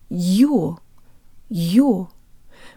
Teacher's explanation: The first syllable is a diphthong that consists of a Y sound and an O sound.